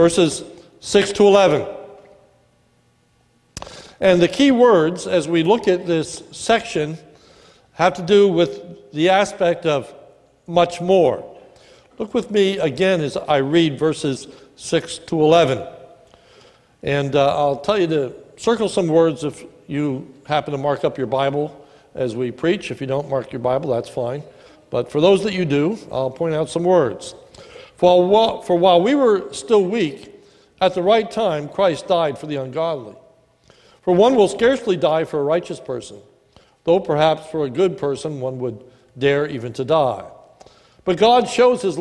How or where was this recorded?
large echoing room